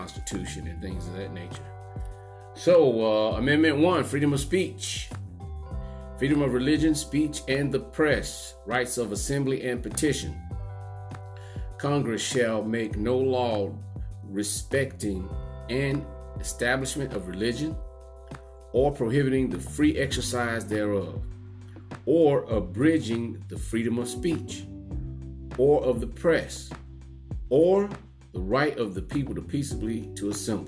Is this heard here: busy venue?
no